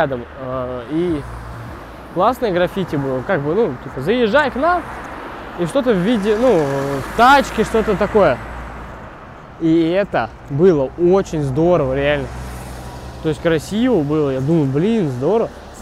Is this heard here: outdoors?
yes